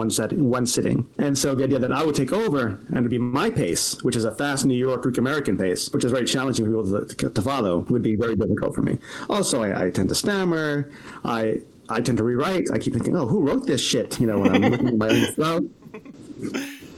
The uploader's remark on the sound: The audio is a bit rough in this one, apologies! We're glad we were able to work through those audio issues.